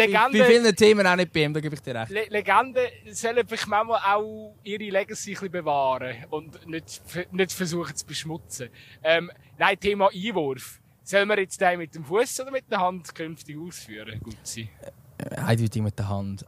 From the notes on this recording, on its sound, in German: live vom Fussballplatz in Altstetten